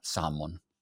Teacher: la L è proprio silenziosa, come se non ci fosse